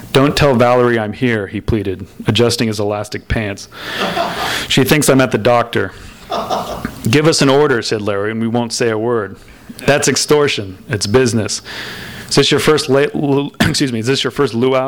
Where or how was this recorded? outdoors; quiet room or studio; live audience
live audience